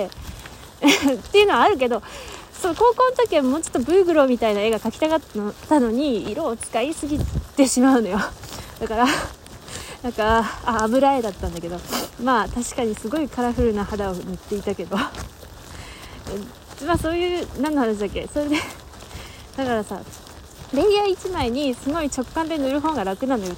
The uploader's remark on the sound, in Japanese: 外録音なので雨風の音で聴きづらいです。From Radiotalk。